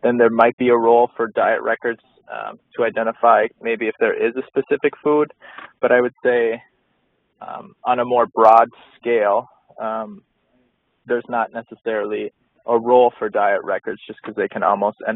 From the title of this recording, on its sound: phone Call